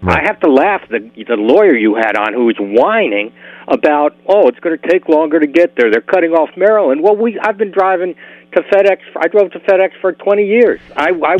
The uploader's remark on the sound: opens up the phone lines to allow listeners to weigh